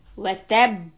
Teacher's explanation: There are three types of qalqala when we end the qalqala letters. And this is the heaviest quality of the qalqala when you will end and there is a shadda.